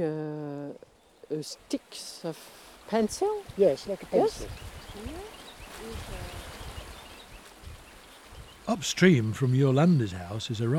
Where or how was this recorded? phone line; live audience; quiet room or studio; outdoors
outdoors